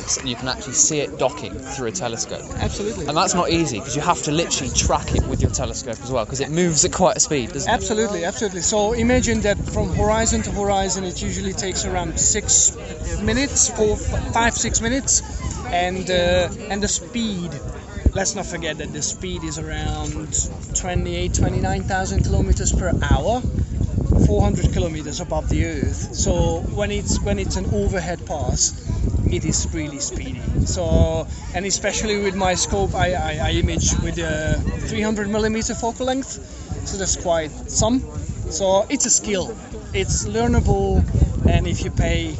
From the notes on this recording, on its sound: We apologise in advance for how windy it was for the interviews in the park. Sadly, the wind decided to blow just as.